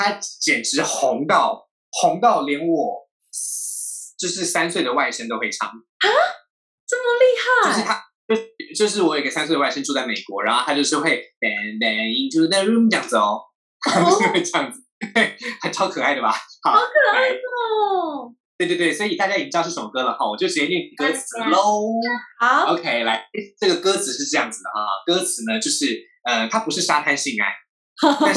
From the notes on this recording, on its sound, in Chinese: 本集採遠距錄音，因網路問題，時有斷訊、音訊不良或是雜音狀況產生